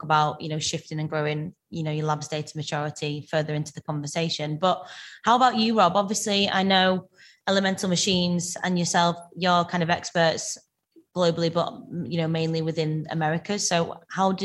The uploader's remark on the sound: Live Webinar